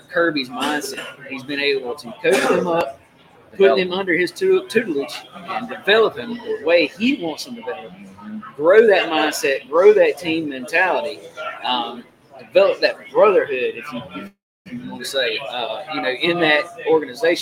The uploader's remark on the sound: Fall Line Brewery remote broadcast